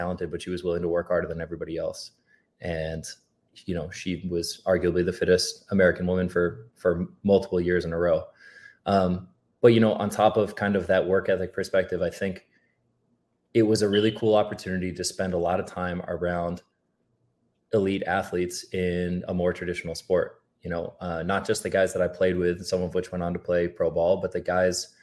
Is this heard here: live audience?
no